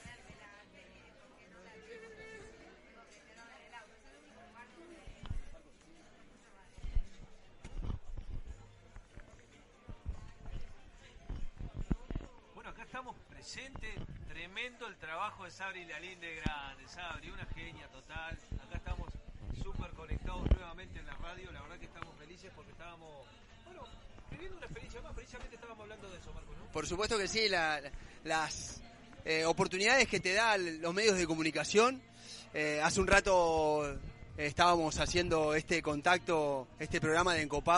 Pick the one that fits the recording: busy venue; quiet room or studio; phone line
busy venue